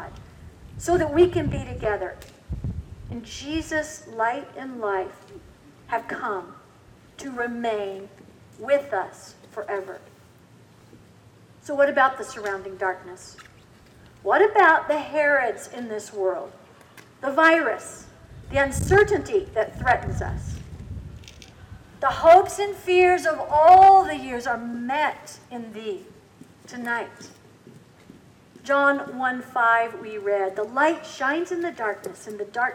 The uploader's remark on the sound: Recorded outside (please forgive some wind sounds and flying pages of music!). Coming to you from Old South Presbyterian Church in Newburyport, MA.